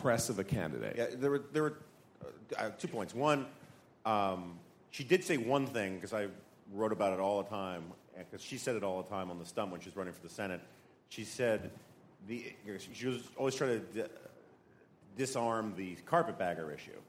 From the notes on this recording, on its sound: Live: The Night Owl Session. Live from the National Review Cruise.